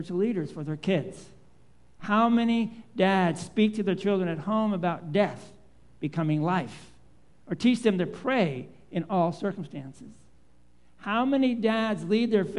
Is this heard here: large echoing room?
yes